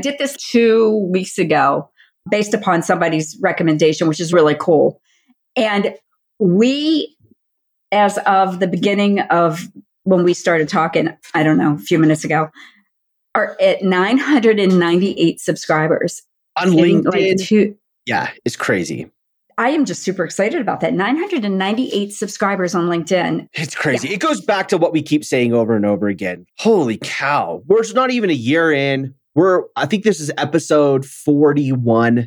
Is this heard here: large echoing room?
no